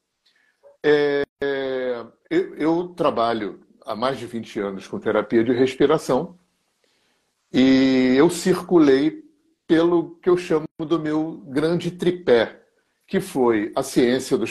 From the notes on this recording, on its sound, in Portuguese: Live no Instagram